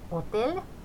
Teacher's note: H-kirjainta ei Italiassa äänetä, se on vieraskielinen kirjain ja se jää pois. Sitä näkee kirjoitettavan kyllä, mutta se jää pois.